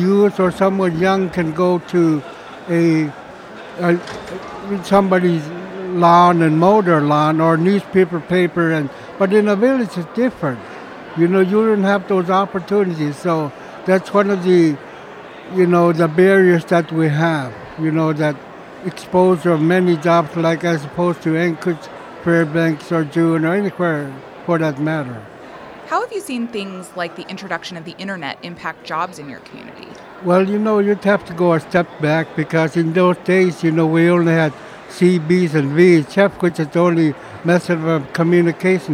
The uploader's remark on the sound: we’re at the Alaska Federation of Natives conference in Anchorage